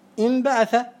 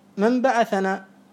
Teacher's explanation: النون الساكنة إذا وقعت قبل الباء وجب قلبها ميما، ولذلك شرطان، الأول أن تكون النون ساكنة، والثاني أن يقع بعدها باء. · Term: قلب النون ميما